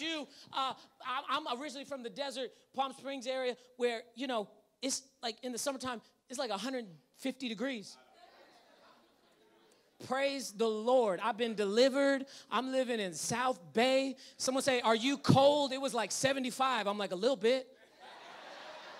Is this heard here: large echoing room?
yes